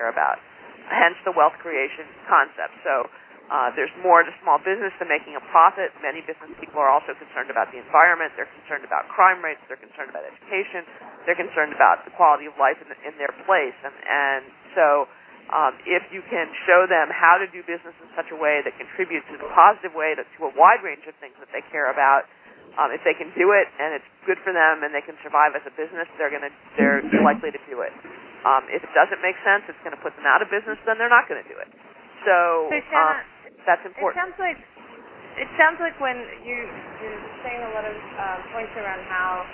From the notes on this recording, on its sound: Call recorded on September 22, 2011.